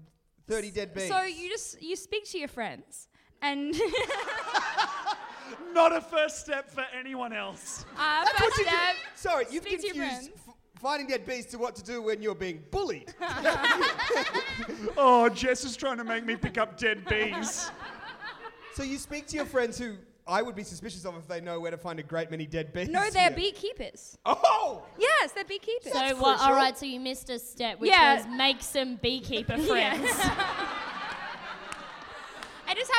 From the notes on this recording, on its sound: this is our Sydney live show